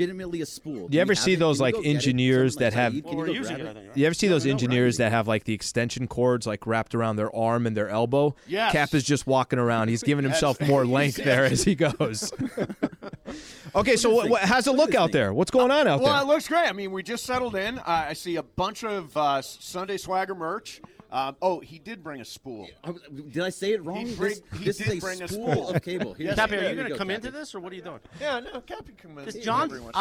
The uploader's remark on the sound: Live From Sunday Swagger HQ! LIVE at Sunday Swagger in Yorba Linda!